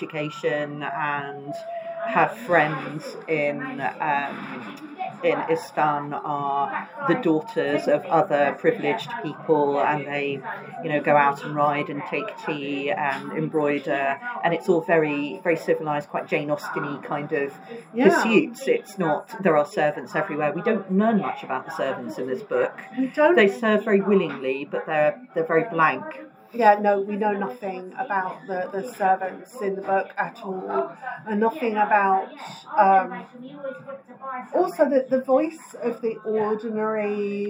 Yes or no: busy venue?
yes